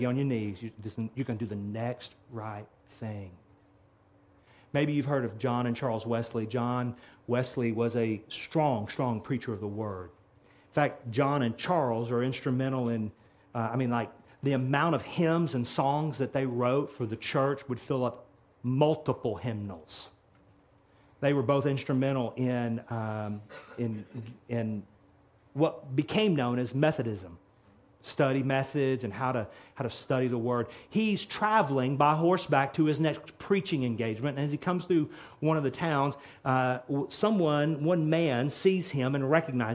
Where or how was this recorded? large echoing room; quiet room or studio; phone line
large echoing room